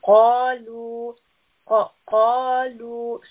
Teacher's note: The two-count med will also be heavy. So we want a heavy qaf and a heavy stretching sound as well.